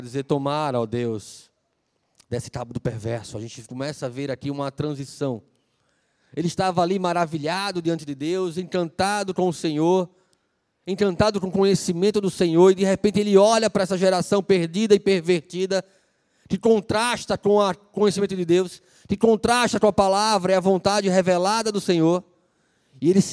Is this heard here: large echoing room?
yes